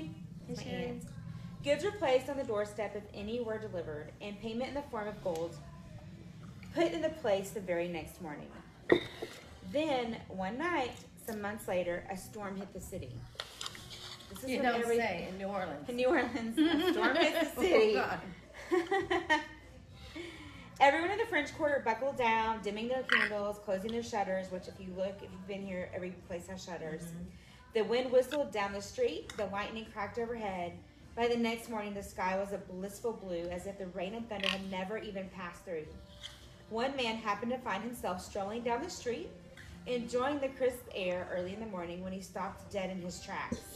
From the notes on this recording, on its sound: We are live from May Baileys in New Orleans.